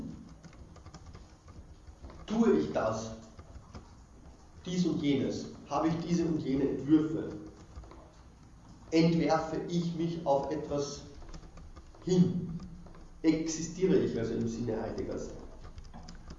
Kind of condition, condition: setting, large echoing room